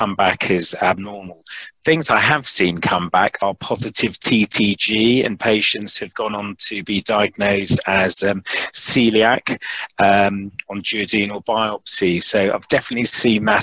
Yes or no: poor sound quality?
no